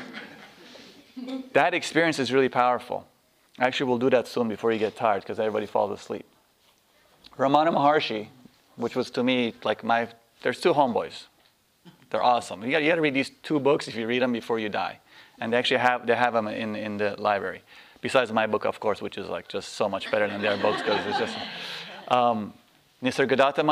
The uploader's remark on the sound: This workshop was recorded on August 7, 2010, at Omega in Rhinebeck, NY.